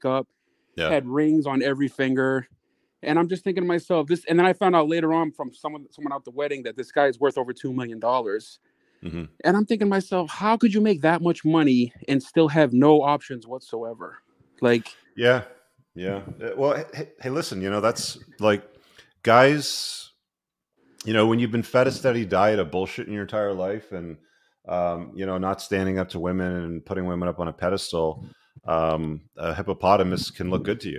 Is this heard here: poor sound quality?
no